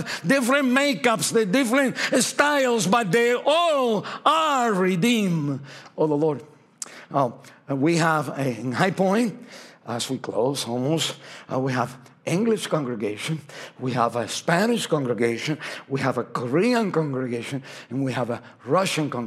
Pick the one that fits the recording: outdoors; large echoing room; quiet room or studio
large echoing room